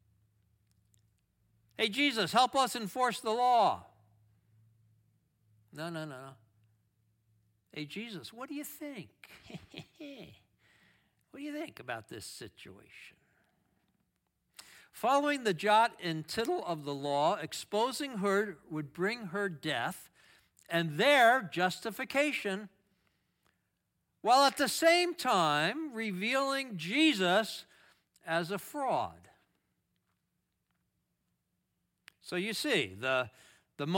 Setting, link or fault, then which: setting, large echoing room